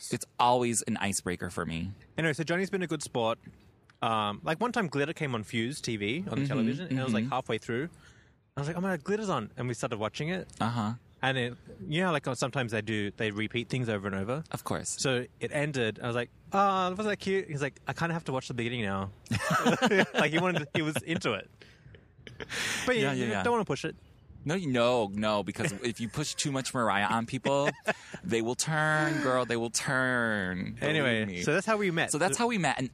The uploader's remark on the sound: Live from Central Park NYC.